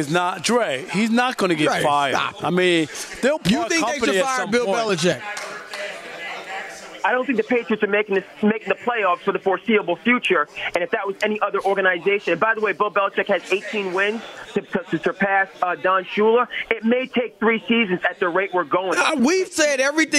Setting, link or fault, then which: setting, busy venue